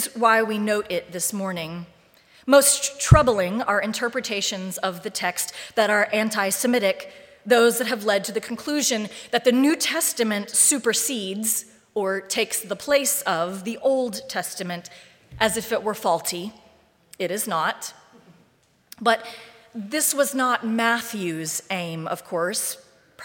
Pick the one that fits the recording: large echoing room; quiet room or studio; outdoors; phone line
large echoing room